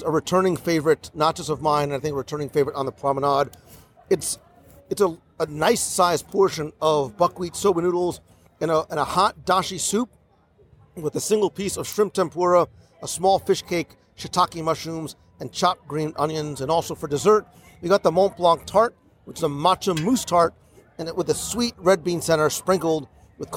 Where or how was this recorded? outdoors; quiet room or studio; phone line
outdoors